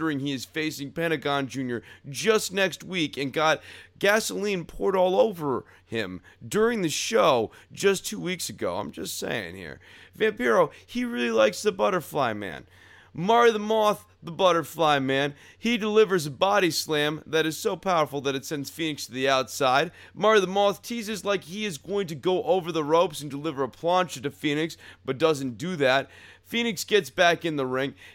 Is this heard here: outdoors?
no